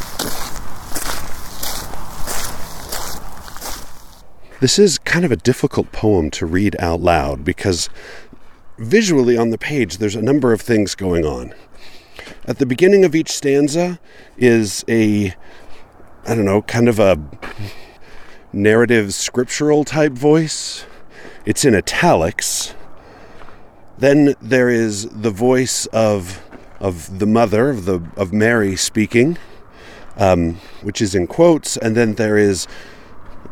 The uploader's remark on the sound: Recorded on site at the tiny, old cemetery in Charleston, Utah.